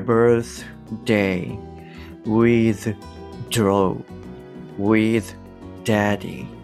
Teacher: th でこうしっかり摩擦をすると、あの、舌が口の中に戻ってきてるんですよね